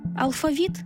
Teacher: Наголос у слові «алфавіт» на другому складі основний у нашій мові, бо збігається з грецьким «алфавітон», від якого й походить українська лексема.